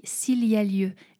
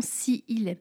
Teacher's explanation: il s'agit d'une élision, c'est-à-dire qu'on allège la prononciation en supprimant un i · Shown in: first take